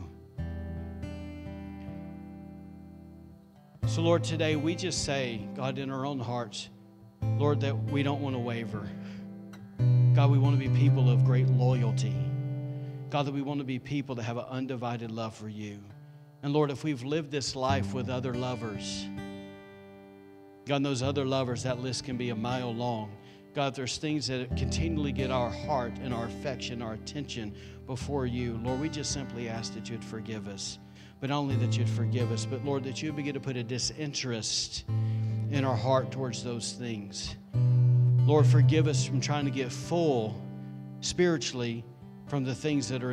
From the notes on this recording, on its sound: Recorded on Sunday, September 13, 2020, during service at The Anchor Church in Rockport, Maine.